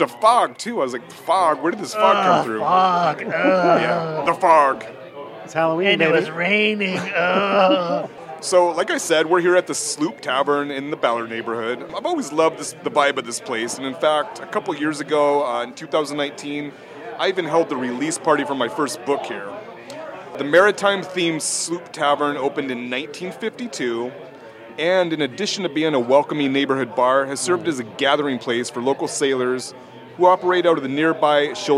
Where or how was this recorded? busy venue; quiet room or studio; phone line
busy venue